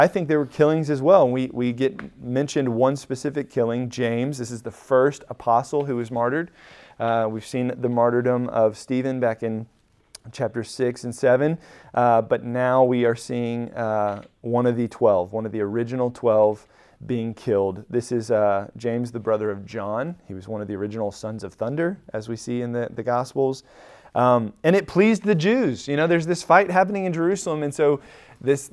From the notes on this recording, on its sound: Recorded at Emmaus Church in Buford, GA on Wednesday, Dec 7, 2022.